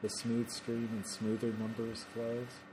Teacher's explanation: smooth stream are two stressed syllables in a row